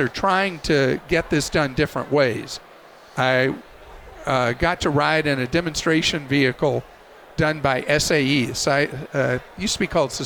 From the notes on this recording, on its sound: LIVE from CES